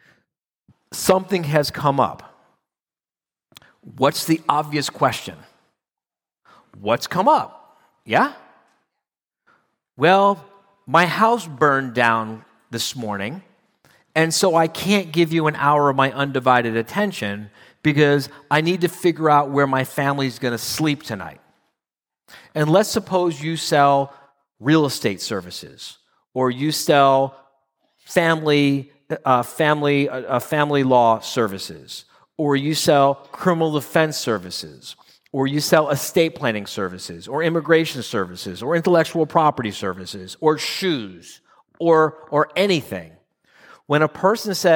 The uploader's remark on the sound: 2022 live quarterly meeting in Phoenix